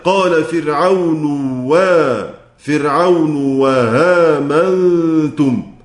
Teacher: يعني هيبدل الهمزة الأولى واو التانية مسهلة عادي